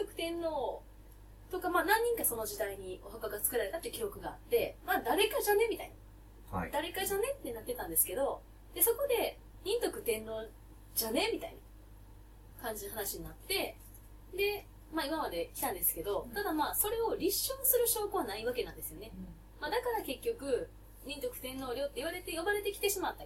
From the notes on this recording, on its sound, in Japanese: 収録超ケアレスミスにより音質が悪いです